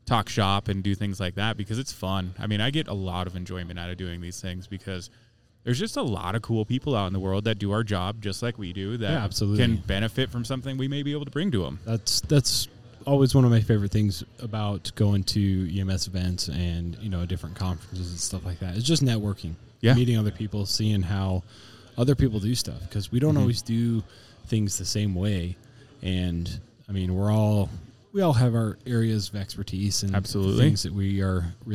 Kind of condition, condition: setting, busy venue